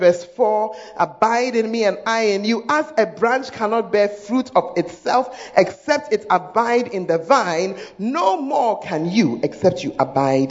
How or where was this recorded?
large echoing room